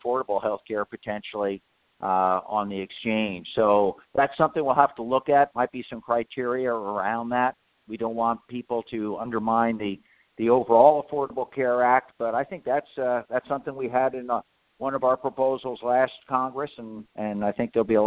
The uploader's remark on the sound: a conference call